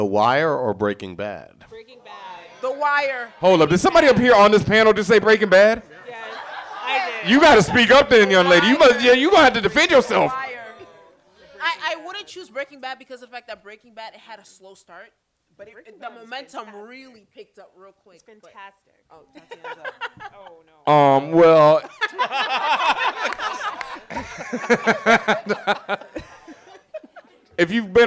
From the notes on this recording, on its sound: This episode was recorded in front of a live studio audience at Benzaquen Hall in The Dimmena Center.